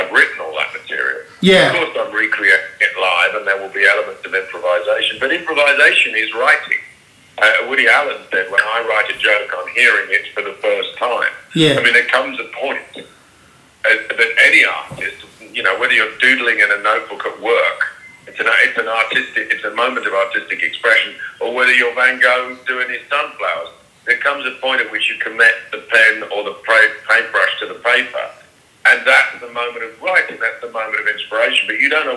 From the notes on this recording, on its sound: A brief phone conversation